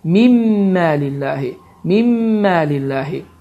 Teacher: Burada sukunlu nundan sonra mim hərfi gəldi və bu zaman idğam qaydası baş verir ki, nun oxunmur, sukunlu nun oxunmur, mim hərfi isə şəddələnir və səs burundan çıxaraq idğam məlğunnə qaydası baş verir